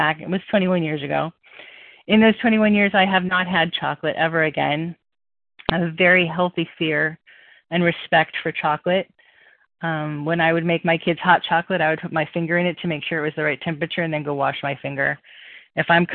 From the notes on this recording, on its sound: 100 Pounders Phone Meeting